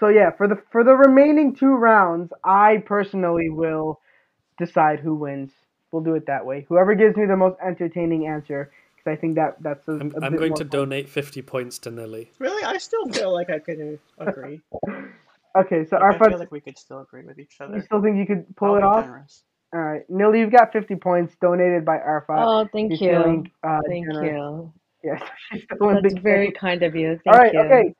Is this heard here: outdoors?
no